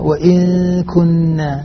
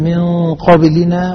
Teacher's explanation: لحظة، الغنة تتبع ما بعدها على القول الراجح أن الغنة تتبع ما بعدها تفخيما وترقيقا، فلا نسوي بين من قبلنا وإن كنا. الكاف مرققة ترقق الغنة معها، القاف مفخمة تفخم الغنة